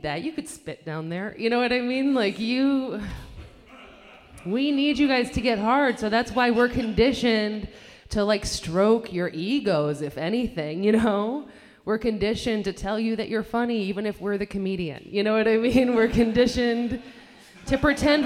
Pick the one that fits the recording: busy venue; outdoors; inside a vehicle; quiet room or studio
busy venue